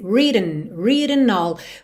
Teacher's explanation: Não é written ou então written, written. É como se você quisesse mesmo ir direto do T pro N.